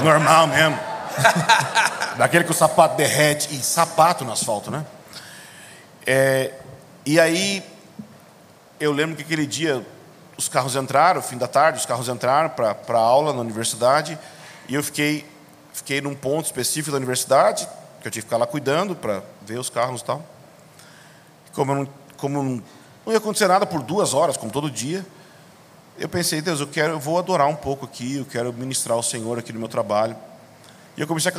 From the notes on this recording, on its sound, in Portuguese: gravamos esse bate papo ao vivo na conferência LIDERE COMO JESUS